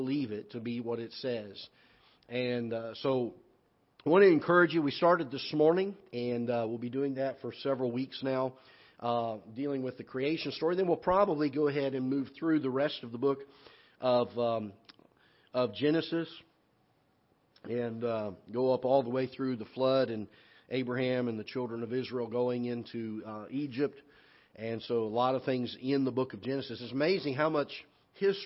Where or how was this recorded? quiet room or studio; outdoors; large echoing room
large echoing room